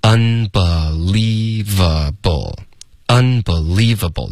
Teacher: 要顶上颚，不要发 un，不是后鼻音，unbelievable，unbelievable，两个重音 un，然后 le。Unbelievable.